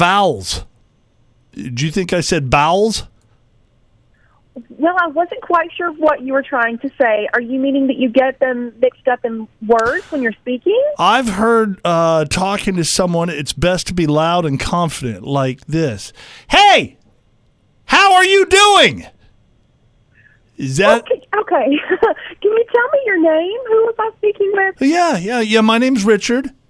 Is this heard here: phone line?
yes